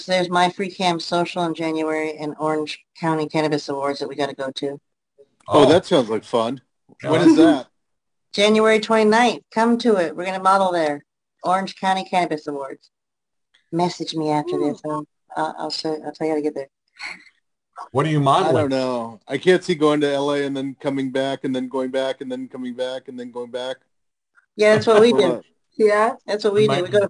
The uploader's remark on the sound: our 11/28/2021 Zoom Show